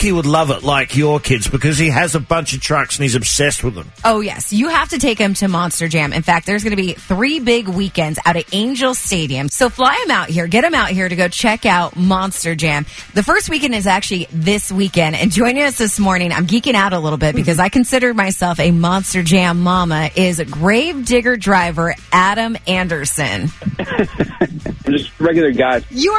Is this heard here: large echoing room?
no